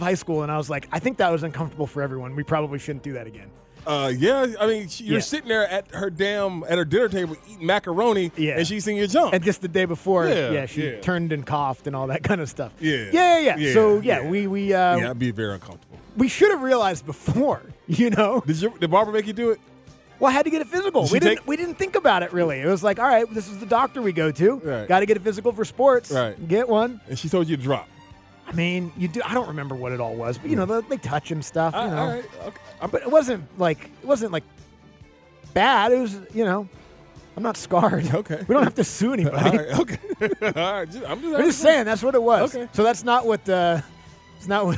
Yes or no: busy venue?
yes